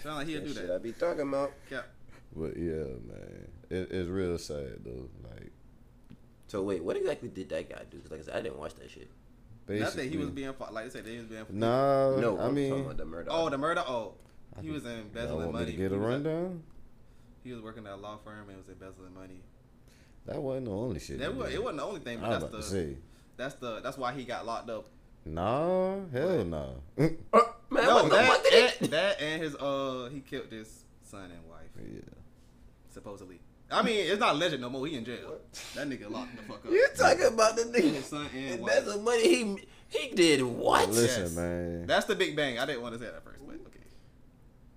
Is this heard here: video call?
no